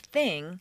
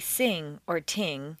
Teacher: Most people tend to replace the unvoiced TH with S or T, and the voiced one with Z or D.